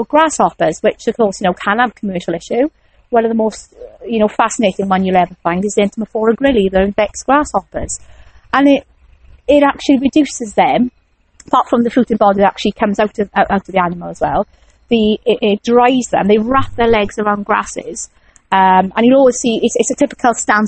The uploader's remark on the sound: Gets to go outside and records the passionate voice. Out in a damp woodland near Caerphilly, South Wales.